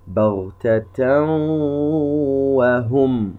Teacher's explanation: تنوين وبعدها حرف الواو، إدغام بغنة، يغن بمقدار حركتين. نلاحظ اختفاء التنوين وأصبح عندنا حرف الواو مشددا